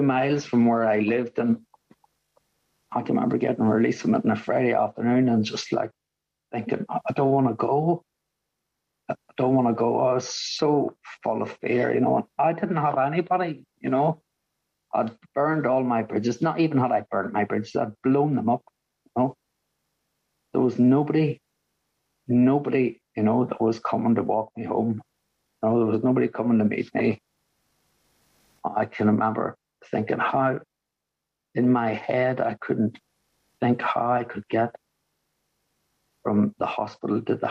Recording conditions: video call